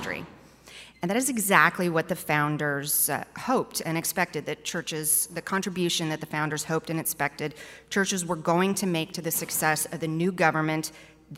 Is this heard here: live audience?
yes